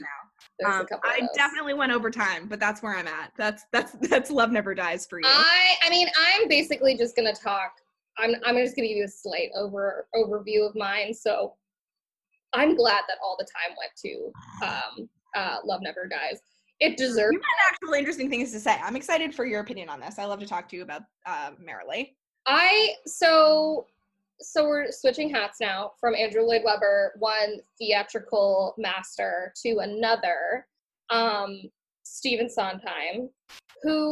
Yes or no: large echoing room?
no